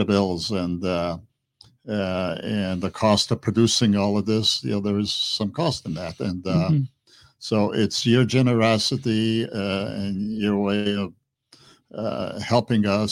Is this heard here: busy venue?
no